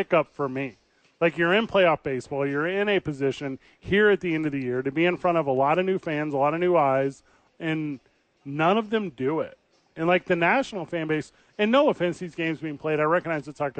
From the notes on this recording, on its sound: live from ABQ AXE